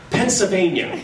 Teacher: You leave the L out of Pennsylvania.